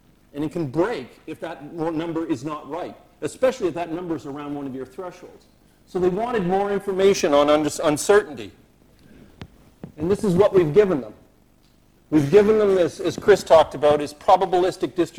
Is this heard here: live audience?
yes